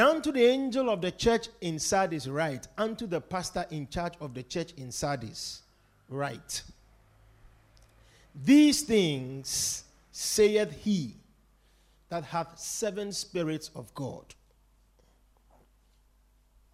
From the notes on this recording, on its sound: Preached at The Victory Secrets Service.